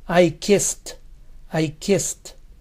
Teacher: El verbo termina en S, entonces ED suena como T.